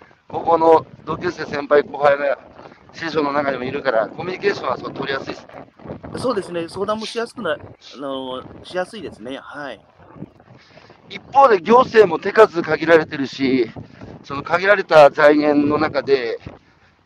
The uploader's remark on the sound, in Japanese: 歩くラジオ。山口県下関市。歩きながら1時間、対談する。